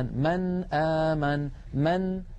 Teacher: فأخذ رحمه الله رأس الخاء ويكتبون رأس الخاء من غير نقطة، فإذا رأينا رأس الخاء يعني كأنها حاء فوق نون ما، فإن هذه النون ساكنة يقرعها اللسان، مثلا من آمن من، فيقرع اللسان مخرج النون عند الهمزة ولا يتأثر بمجاورتها أبدا · Term: الإظهار